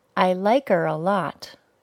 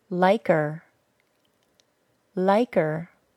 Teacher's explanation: I took off the H sound of the word her and linked the remainder of the word to the word like. I ended up with liker.